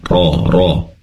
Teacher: ra-nya tebal ya, diangkat pangkal lidahnya ke atas